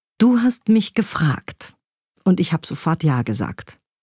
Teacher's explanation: eine völlig andere Wendung nimmt die Textauflösung beim Betonen, wenn wir das Wort gefragt akzentuieren